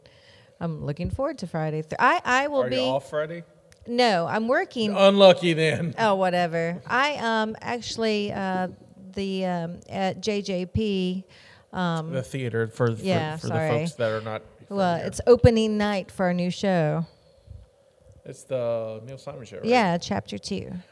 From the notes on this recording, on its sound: live from the Container Yard